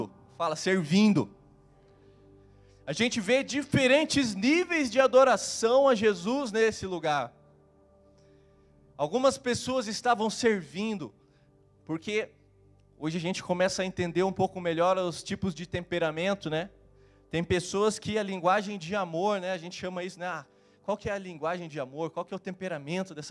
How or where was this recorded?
large echoing room